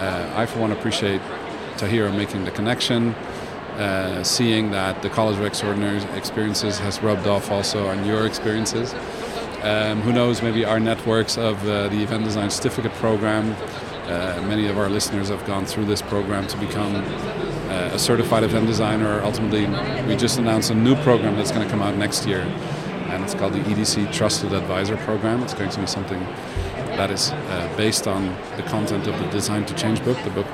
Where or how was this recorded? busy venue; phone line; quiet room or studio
busy venue